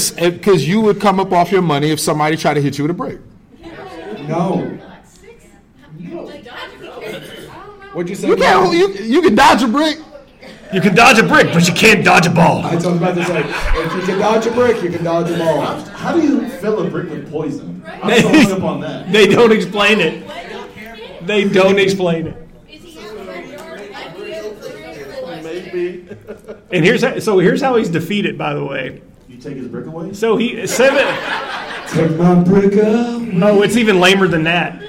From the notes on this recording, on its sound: Live From Lexington Comic Con 2023